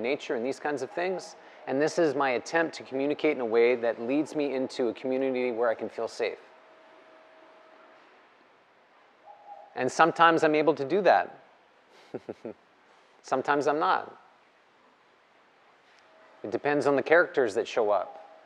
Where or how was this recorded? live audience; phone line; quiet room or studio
live audience